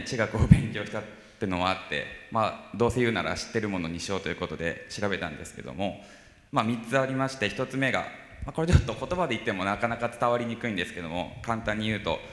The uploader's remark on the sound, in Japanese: FM FESTIVAL 2012。１回限りの公開授業。TOKYO FM ホールで行なわれた。